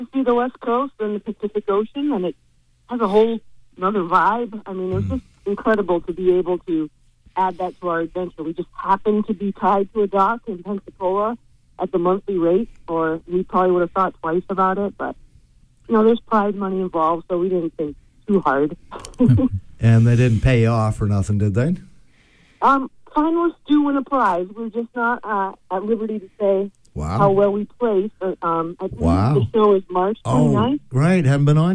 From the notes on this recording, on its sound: By phone doing the loop.